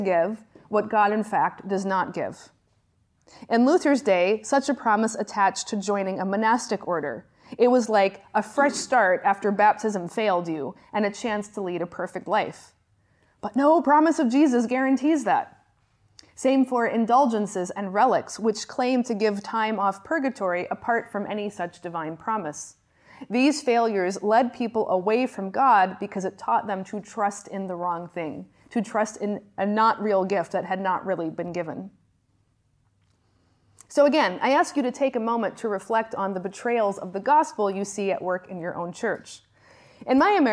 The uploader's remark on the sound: Lectures on the distinction between law and gospel that I gave at the Johannelund School of Theology. Lectures on the distinction between law and gospel that I gave at the Johannelund School of Theology in Uppsala, Sweden.